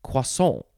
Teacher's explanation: There's no R sound in there